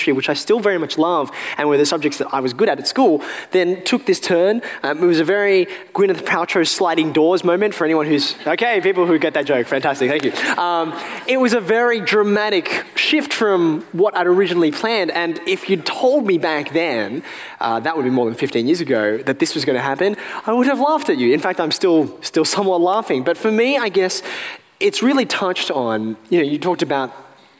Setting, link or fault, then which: setting, live audience